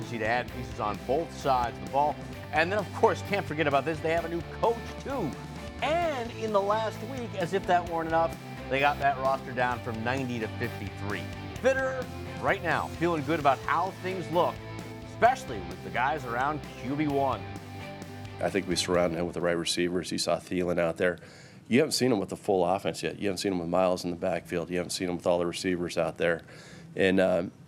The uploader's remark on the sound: LIVE reaction from the NASCAR Playoffs in Darlington.